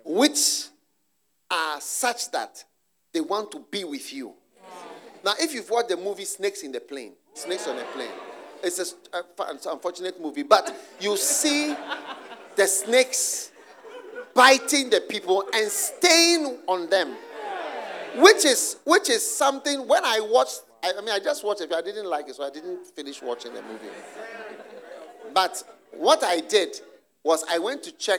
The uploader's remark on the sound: Preached at the Use It or Lose It Camp, USA.